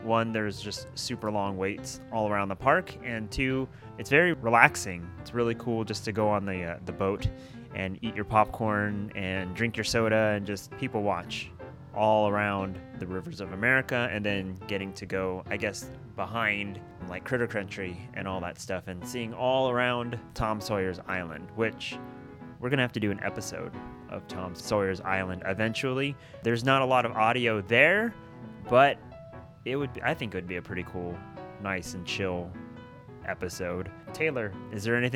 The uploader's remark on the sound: Mark Twain Riverboat (Disneyland) Binaural Ride Along. Listen to all the sounds of the Mark Twain, as it makes its journey around Frontierland, New Orleans Square, Critter Country, Tom Sawyer's Island, and the back side of the Rivers of America.